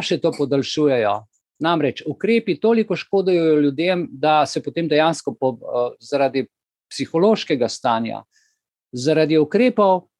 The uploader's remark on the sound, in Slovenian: Zoom srečanju, ki je pred vami